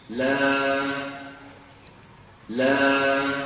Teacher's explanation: الوترين في الحنجرة هنا يهتزان ويرتجفان، تخرج باهتزاز الأوتار الصوتية في الحنجرة · Term: حروف المد